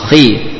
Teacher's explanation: huruf kha termasuk huruf tebal. Ketika dikasrah juga ada tebalnya.